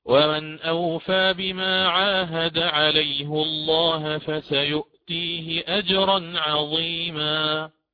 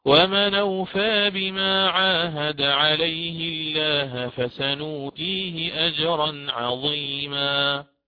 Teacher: الإمام حفص يقرأ ومن أوفى بما عاهد عليه الله بضم هاء الكناية، وعندما يأتي بضم هاء الكناية لزم من ذلك تغليظ اللام من لفظ الجلالة · Shown in: first take